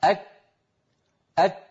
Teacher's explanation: جربوا مثلي هكذا، أك، انطقوا كاف ساكنة، أك أك، انظروا كيف أن المخرج ينغلق انغلاقا تاما · Term: الحروف الشديدة